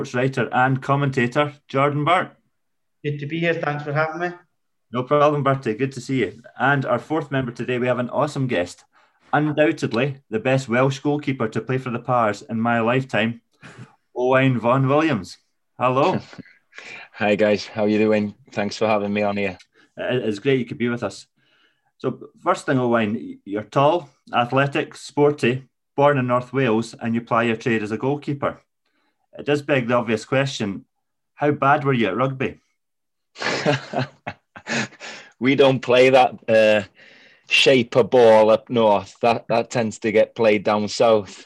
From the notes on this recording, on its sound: As usual our chat was conducted through the socially-distanced means of Zoom